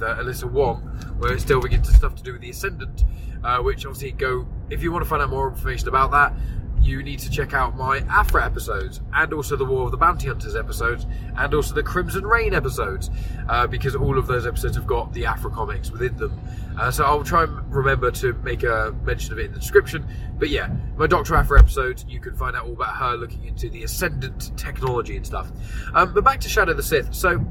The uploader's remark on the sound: Recorded this in his car, so the audio quality isn't as good as it usually is.